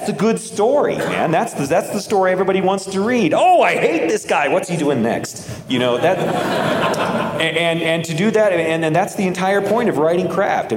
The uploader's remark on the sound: Joined us at NASFIC for a discussion. This episode was recorded before a live audience.